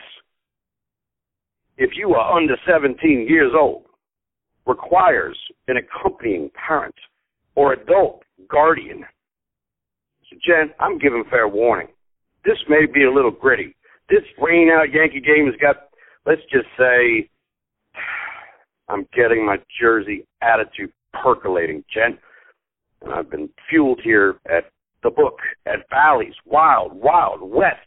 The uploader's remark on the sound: Live from Bally's in Atlantic City. Joins us live from Atlantic City over the phone (we apologize for the audio quality in advance).